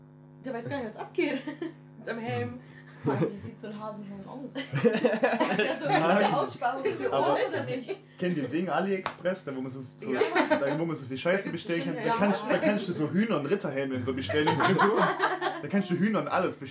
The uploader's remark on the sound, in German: Diese Folge bietet euch eine extrem schlechte Audioqualität (sorry dafür)!